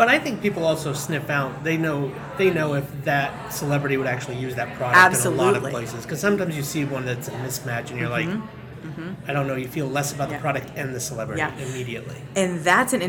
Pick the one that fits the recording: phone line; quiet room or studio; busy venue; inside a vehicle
busy venue